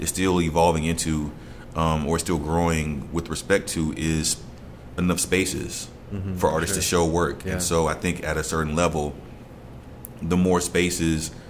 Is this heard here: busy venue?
yes